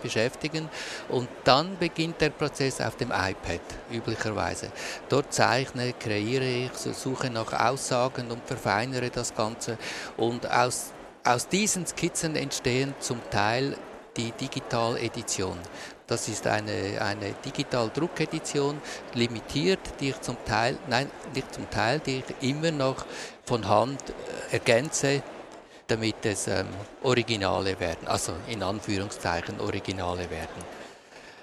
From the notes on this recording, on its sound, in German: Von der Swiss Art Expo in Zürich. Wir haben die Gespräche im September live aufgezeichnet.